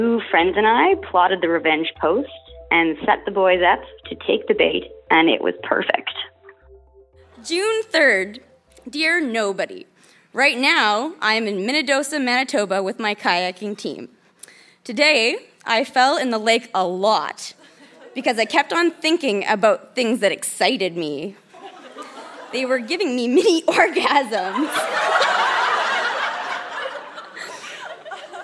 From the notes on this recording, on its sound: Recorded live at the Park Theatre in Winnipeg, MB.